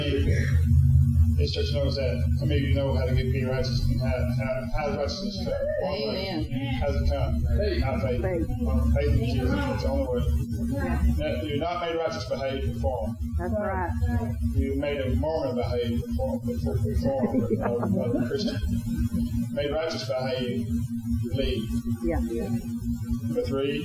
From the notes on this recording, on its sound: Please excuse the poor recording quality of the first 2 1/2 minutes of this message. We experienced some technical difficulties.